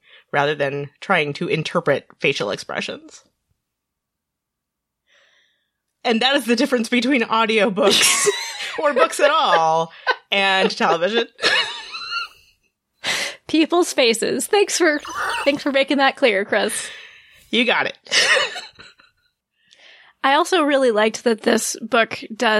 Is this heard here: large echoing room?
no